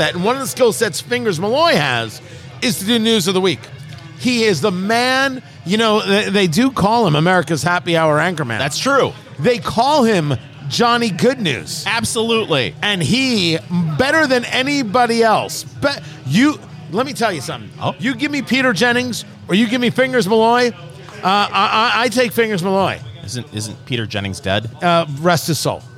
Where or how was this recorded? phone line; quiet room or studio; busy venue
busy venue